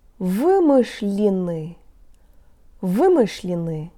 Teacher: In our word, the tongue is in the ü position for all syllables except ly, where it goes high and comes back down.